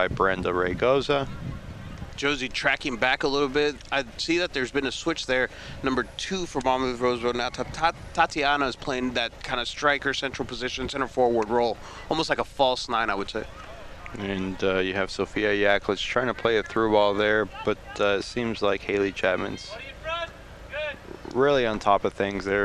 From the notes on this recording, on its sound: The Monmouth-Roseville Titans host the Bloomington Central Catholic Saints in a Class 1A Regional Championship match at Pattee Fields in Monmouth.